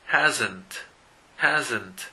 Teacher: Otra vez la S no hace S, sino hace como una Z chica.